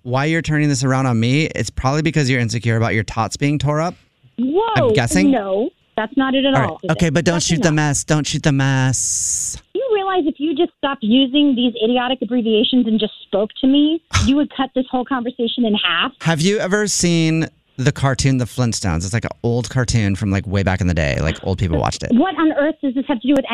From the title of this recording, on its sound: Phone Prank